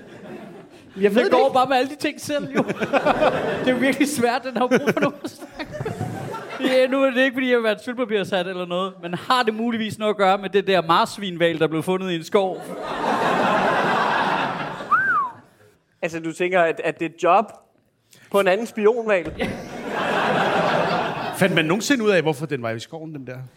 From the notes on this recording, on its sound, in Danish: Afsnittet er optaget live på Comedy Zoo